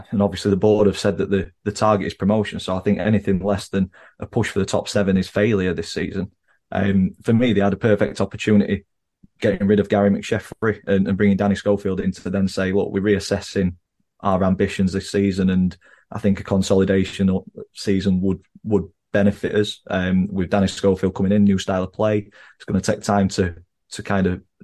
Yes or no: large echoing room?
no